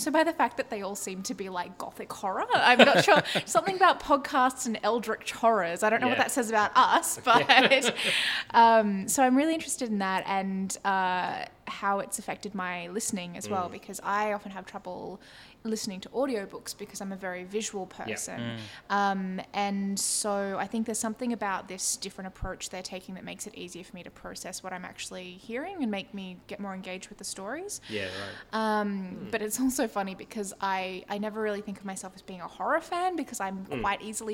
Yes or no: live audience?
yes